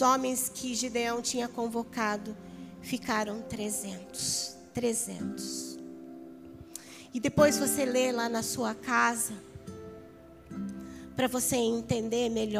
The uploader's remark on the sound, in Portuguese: Áudio do Culto de Domingo do dia 14/08/2022.